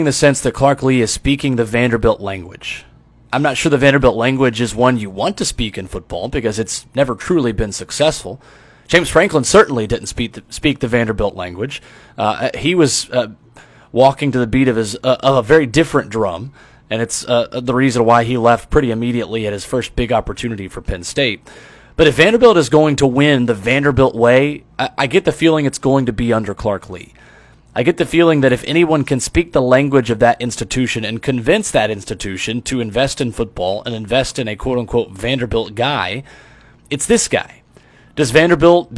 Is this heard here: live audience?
no